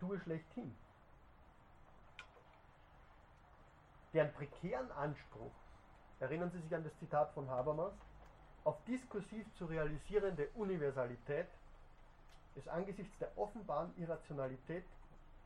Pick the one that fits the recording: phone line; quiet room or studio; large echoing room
large echoing room